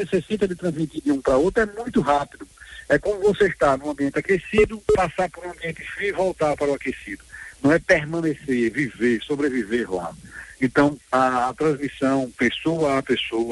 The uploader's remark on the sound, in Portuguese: Concedeu entrevista por telefone à Rádio Liberdade FM, no programa Espaço Livre.